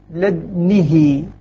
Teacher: سكن الدال مشمتا مع كسر النون والهاء · Term: الإشمام